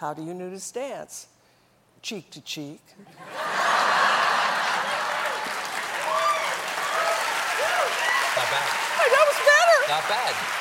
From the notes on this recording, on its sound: Takes a few questions from the audience. While on The Late Show.